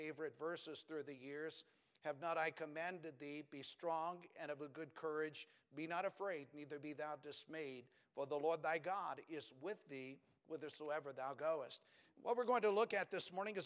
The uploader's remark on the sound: Preached from the pulpit of Valley Bible Baptist Church.